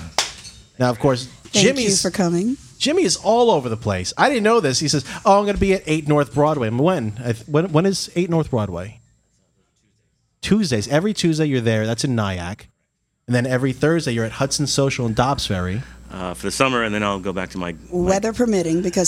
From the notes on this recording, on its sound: This episode was recorded at the iconic Pete's Saloon and Restaurant in Elmsford, New York. We sat down for drinks and dinner (and the best fried calamari in Westchester!).